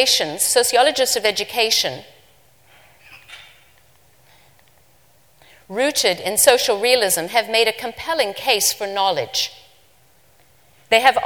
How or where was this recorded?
live audience